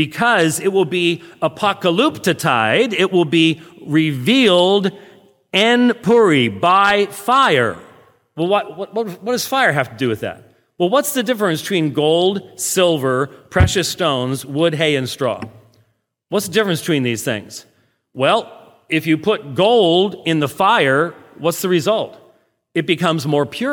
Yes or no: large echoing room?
yes